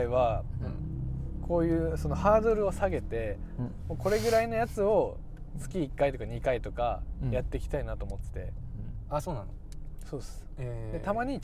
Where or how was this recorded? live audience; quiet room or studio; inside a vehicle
inside a vehicle